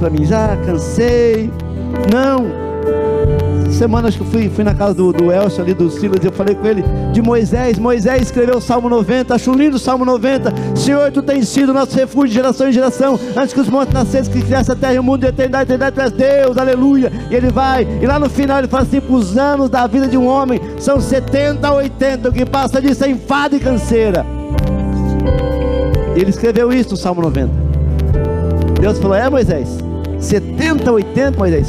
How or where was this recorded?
large echoing room